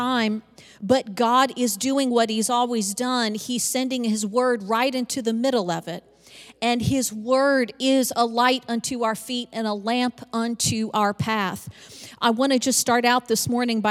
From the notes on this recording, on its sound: Recorded live on 2/13/22.